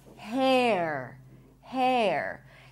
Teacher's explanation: Here, you can hear the E sound. It's an R diphthong where you pronounce a full E and then you transition to the R.